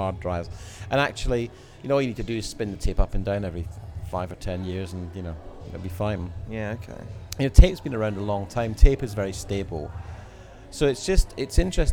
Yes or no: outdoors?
yes